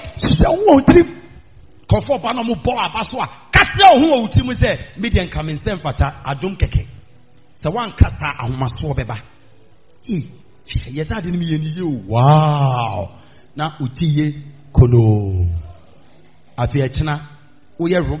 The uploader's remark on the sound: Preached At The Miracle Arena